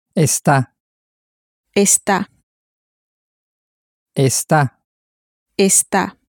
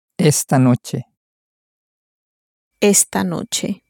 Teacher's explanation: And the emphasis is really very much on the sta at the end. · Shown in: first take